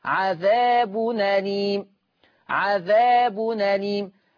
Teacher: عذاب بن نون سكنة، أفتح الفتحة دي أخذ الفتحة اللي على الهمزة وحطها على النون فتصير نون مفتوحة، عذاب نليم عذاب نليم.